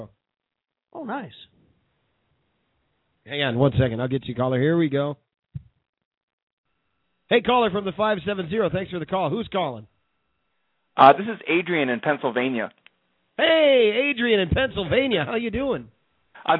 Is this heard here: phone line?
yes